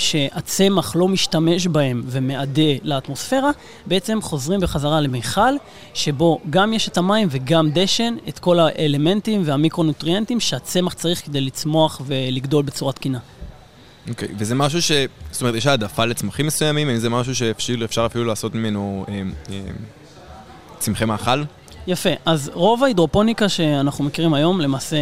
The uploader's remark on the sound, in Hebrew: בפרק שהקלטנו במסגרת כנס ההכנה לCOP27